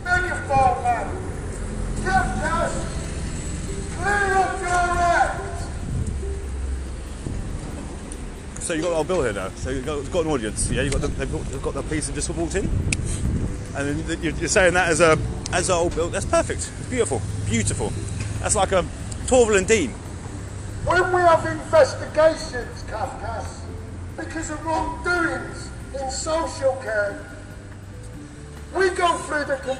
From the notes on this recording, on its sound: Returns to the streets of London with his Megaphone Talking All Sorts.